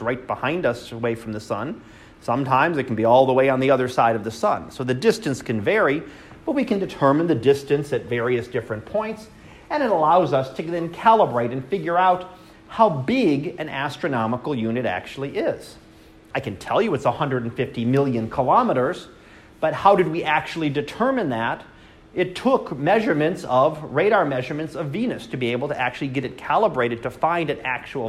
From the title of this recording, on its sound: Live Class Lecture